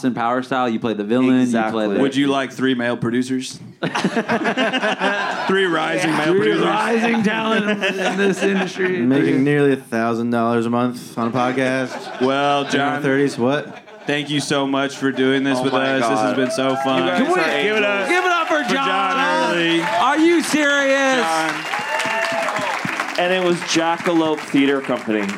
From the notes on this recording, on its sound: The lads do a live show in LA. Live at The Dynasty Typewriter in Los Angeles.